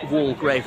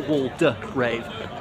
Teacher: I think it's better be pronounced Walgrave, not Waldegrave. Methinks the middle syllable is silent · Shown in: first take